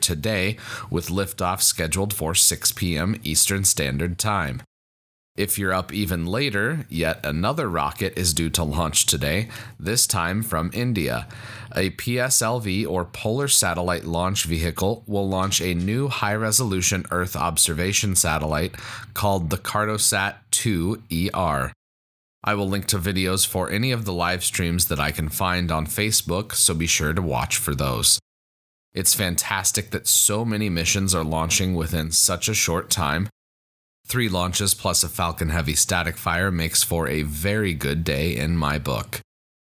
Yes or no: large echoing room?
no